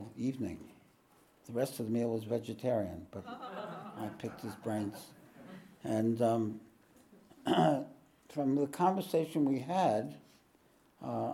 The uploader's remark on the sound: This podcast was recorded live at The Ashram in Mount Eliza on the 24th of June, 2023.